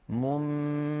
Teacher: المثال الثالث منبثة، فوضعت اللجنة فوق النون الساكنة ميما صغيرة دلالة على أن على القارئ أن يقلب هذه النون إلى ميم ثم ينطق الميم مخفاة بالباء التي بعدها · Term: الإقلاب